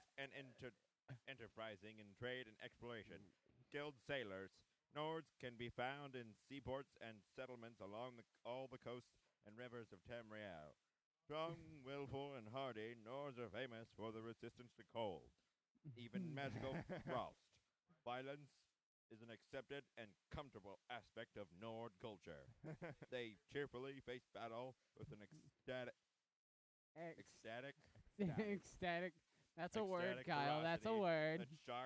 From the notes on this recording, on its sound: GREAT CONTENT WISE, TERRIBLE AUDIO WISE!